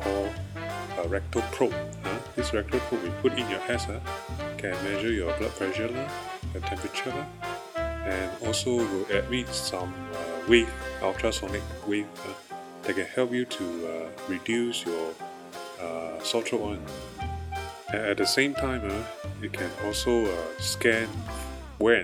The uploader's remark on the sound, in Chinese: 对不起，没带麦克风回来，音质不好，请见谅。